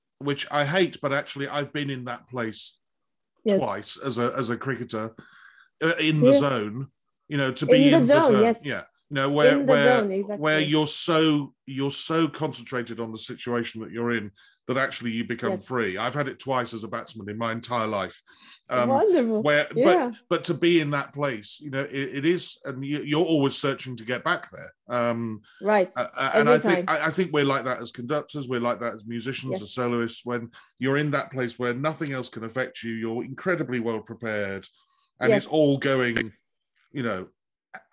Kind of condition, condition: link, video call